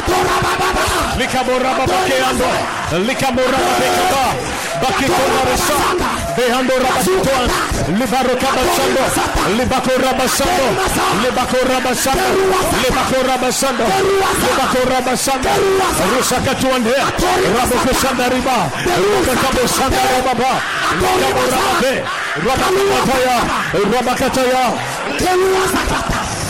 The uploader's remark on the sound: Preached at the Watered Garden Church